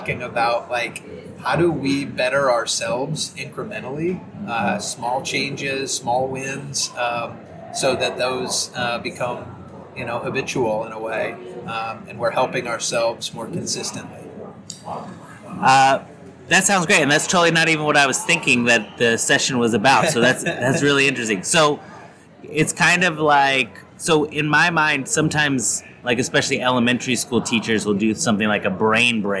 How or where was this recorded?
busy venue